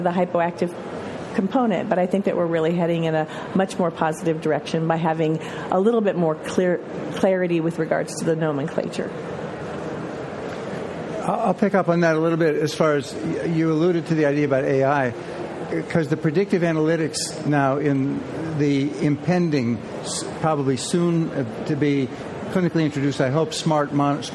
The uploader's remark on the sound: Live from ASA 2023! Recorded before a live audience at the Anesthesiology 2023 Annual Meeting in San Francisco.